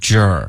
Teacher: Jerk,你要嘟嘴 J，然后要有一个儿化音 Jer